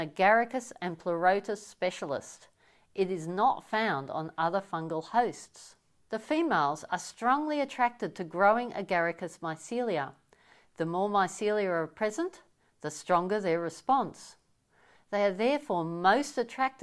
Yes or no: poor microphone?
no